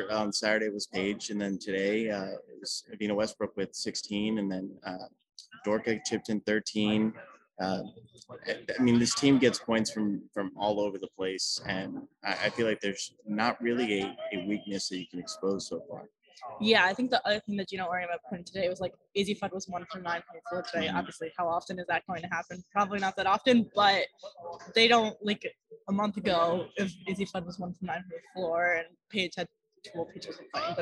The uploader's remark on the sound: Coming to you live from the Big East tournament this week!